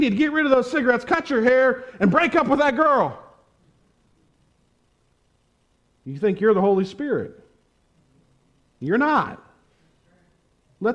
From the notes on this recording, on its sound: preached at the Tarrant Bible Methodist Church on October 31, 2021